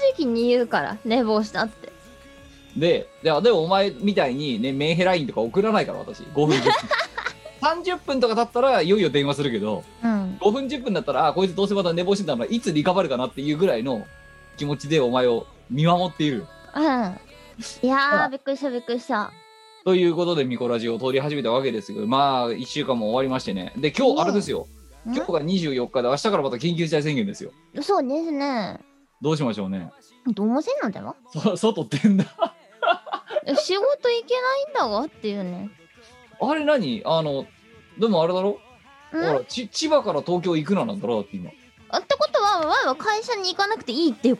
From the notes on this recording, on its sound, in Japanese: 本番組はリモート収録です。収録時環境の影響により、聴き取り辛い部分があります。